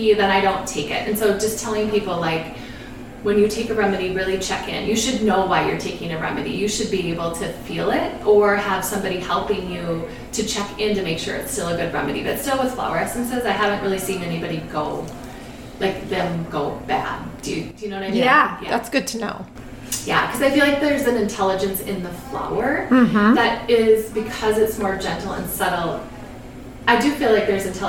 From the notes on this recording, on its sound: Our first in person interview since the pandemic in her beautiful store. There may be some background noise during this episode.